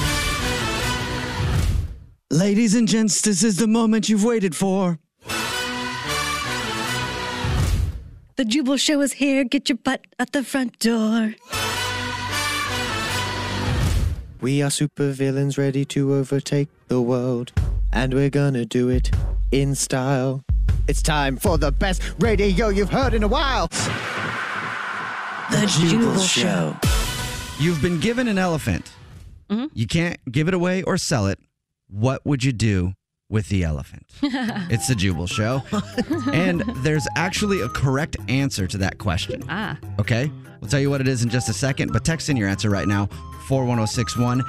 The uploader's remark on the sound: A Pass The Phone Prank